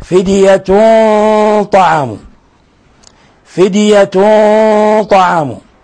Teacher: وعلى الذين يطيقونه فدية طعام، دال ساكنة تقلقل، فدية طعام، تنوين ضم جاء بعد حرف الطاء، الحكم التجويدي إخفاء حقيقي. وهنا نلاحظ أن الغنة تكون مفخمة لأن الطاء من حروف الإطباق ومن حروف التفخيم